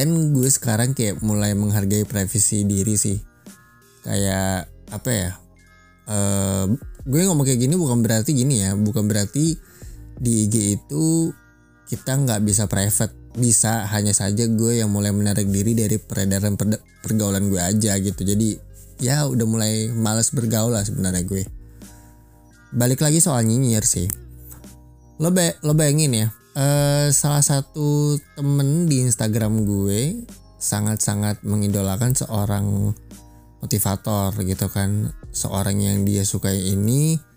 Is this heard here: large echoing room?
no